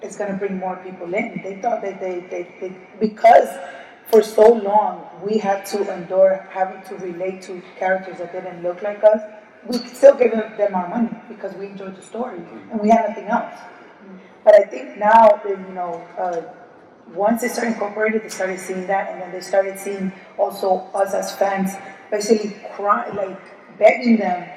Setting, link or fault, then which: setting, live audience